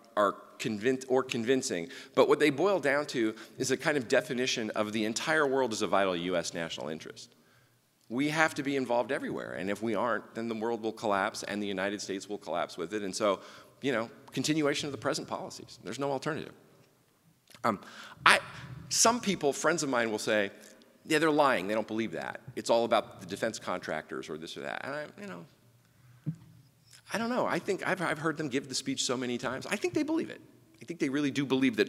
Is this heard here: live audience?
yes